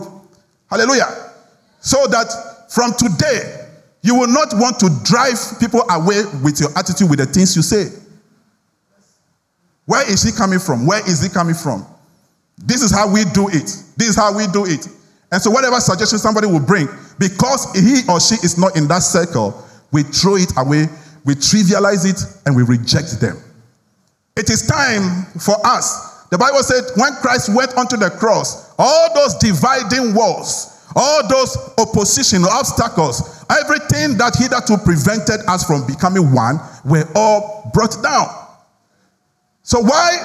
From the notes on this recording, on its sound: Sermon preached at CBC Shiashie Campus